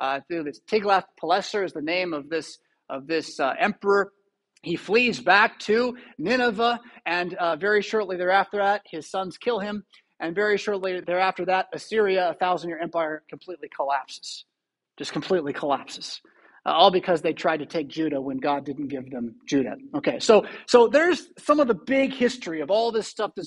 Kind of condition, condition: setting, large echoing room